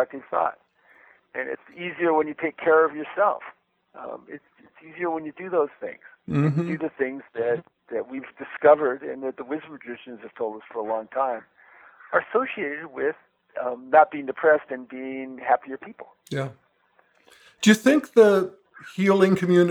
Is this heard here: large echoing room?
no